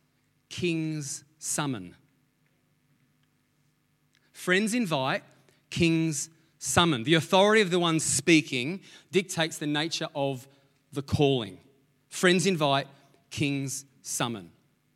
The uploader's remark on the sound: Sunday May 9 Echo Church Melbourne